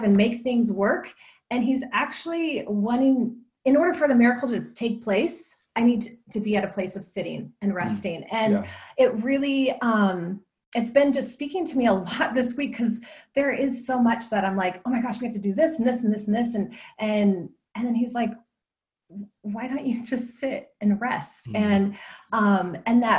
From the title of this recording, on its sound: Zoom Church